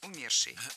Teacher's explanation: А в причастии «умерший» ударным должен быть корень слова.